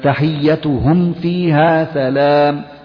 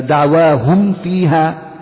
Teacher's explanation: فيها سلام، تحيتهم فيها، شايف، وهذا لا يكون بسكت أو فصل، تنطق الميم مظهرة وتنطق بعدها مباشرة الفاء من غير فصل بينهما